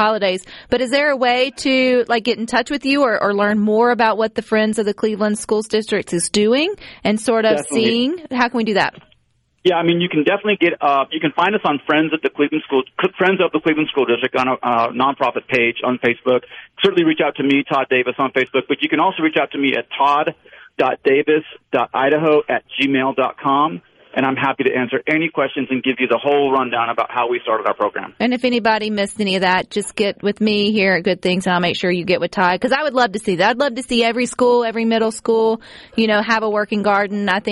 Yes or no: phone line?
yes